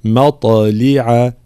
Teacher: مط مفخمة مقلقلة إضافة إلى ترقيق الميم